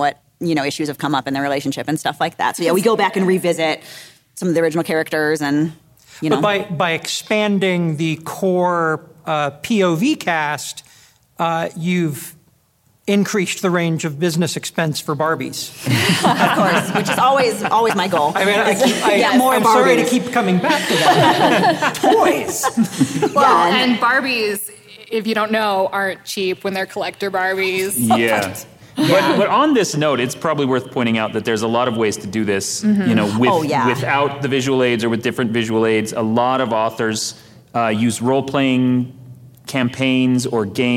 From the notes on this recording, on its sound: this episode was recorded live at NASFIC